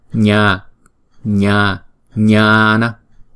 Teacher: Cũng như là G, tưởng tượng như là chúng ta đọc G nha nè, nhưng mà là không có đọc ra chữ G mà là nha. Cái vị trí của cái lưỡi và cái miệng của chúng ta đó chuẩn bị đọc ra chữ G mà không đọc ra chữ G đó là nha